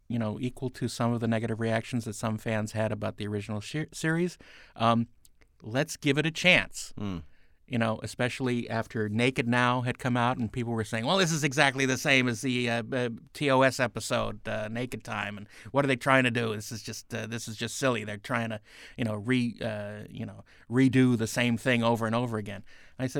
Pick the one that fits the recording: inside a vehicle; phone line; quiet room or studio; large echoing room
quiet room or studio